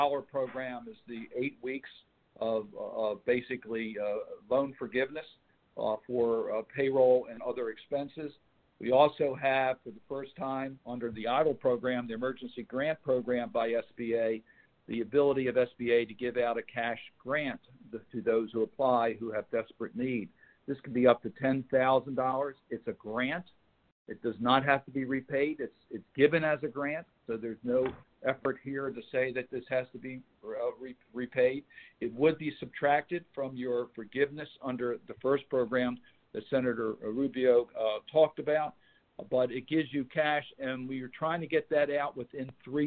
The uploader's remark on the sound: recorded as a phone call on March 30, 2020.